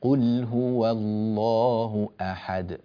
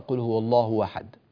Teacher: ننبه إلى توضيح الهمزة، تحقيق الهمزة، تبيين الهمزة · Shown in: first take